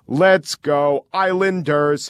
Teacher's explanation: It's let's go, Islanders, and it's all the same note. Also, the crowd drops the R.